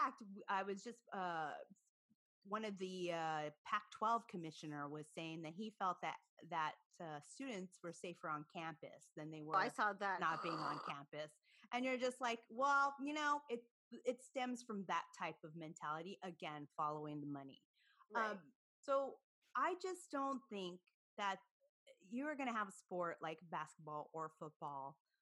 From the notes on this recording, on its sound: on this Hoops Talk Podcast Zoom’d episode